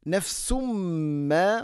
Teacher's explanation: വൽ തൻദുർ. നഫ്സുമ്മ, നഫ്സുൻ തൻവീൻ, ശേഷം മീം ഇത് ഗം ബി ഗുന്ന.